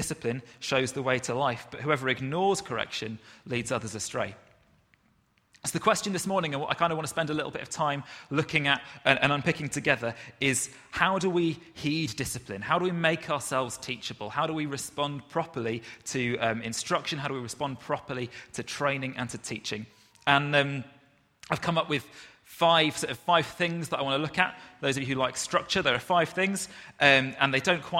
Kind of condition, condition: setting, large echoing room